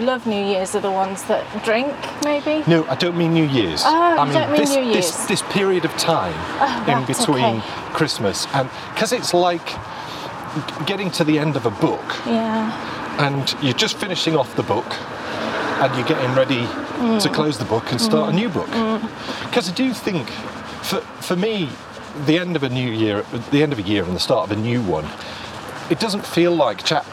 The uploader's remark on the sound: This is a day we traditionally head out for a walk. As we walk and talk.